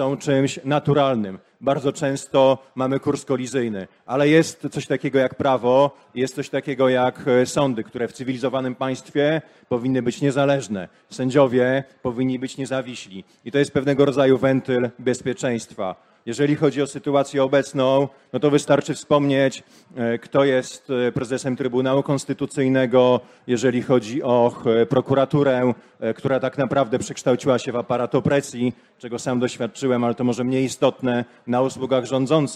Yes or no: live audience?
yes